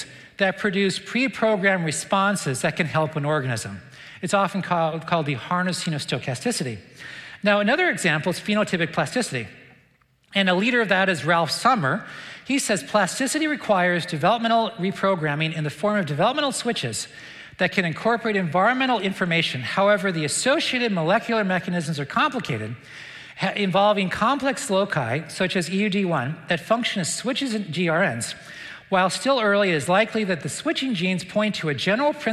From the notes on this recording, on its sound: This talk was presented at the 2022 Dallas Conference on Science and Faith in January 2022.